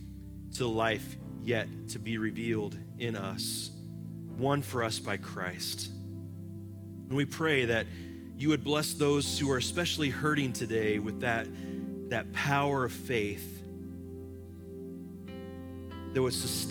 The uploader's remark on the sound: Live from our Celebration Ministry Center.